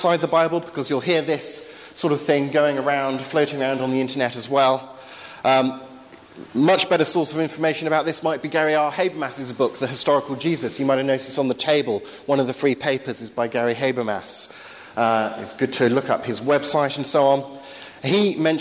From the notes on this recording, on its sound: Talk with Q&A at Highfields Church Cardiff, 2012.